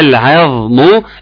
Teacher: العظم، العين مرققه والظاء مفخمه